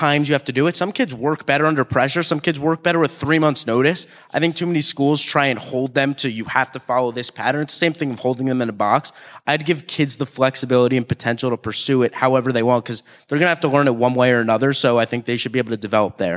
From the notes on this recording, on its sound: At the 2018 Genius Network Annual Event